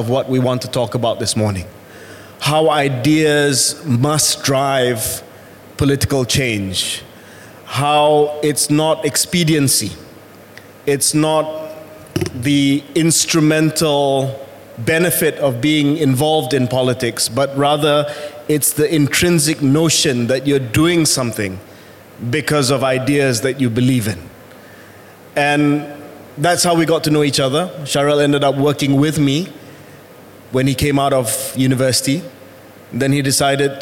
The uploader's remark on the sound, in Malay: merupakan episod secara langsung di Georgetown Literary Festival, ‘Pulau Pinang’ pada 25 November 2023